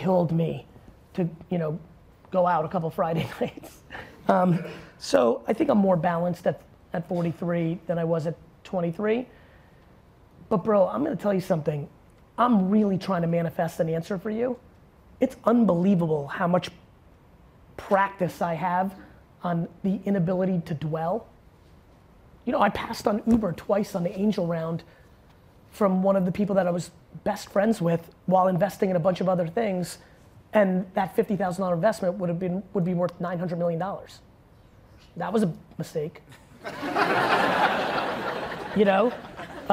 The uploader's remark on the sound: Keynote Saturday. After the fireside chat, I do a Q&A with the young professionals in the audience.